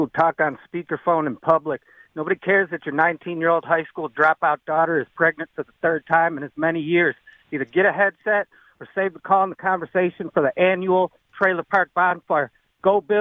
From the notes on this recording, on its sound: Phone Calls